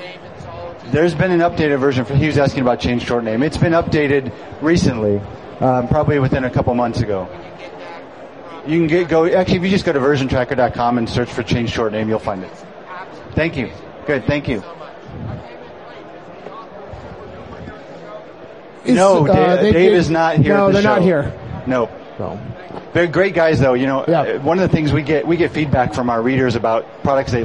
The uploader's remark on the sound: live at Macworld Expo 2007